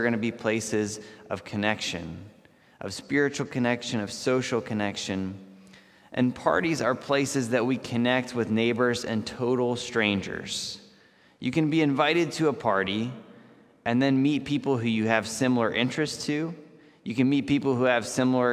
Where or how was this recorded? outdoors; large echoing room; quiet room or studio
large echoing room